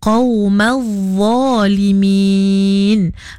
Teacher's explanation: Okey, kerana pada makhraj huruf za tu nya sama makhraj macam kita nak nyebut huruf zal dan tha, kena keluarkan sedikit lidah. Tapi za tu kita kena tebalkan bunyinya lah.